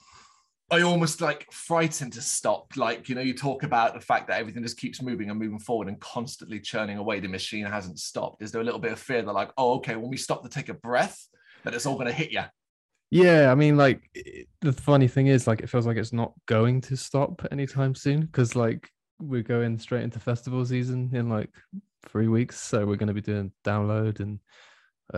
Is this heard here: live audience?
no